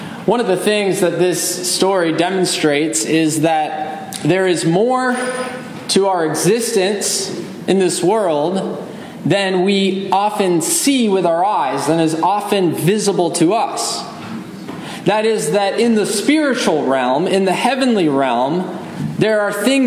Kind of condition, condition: setting, large echoing room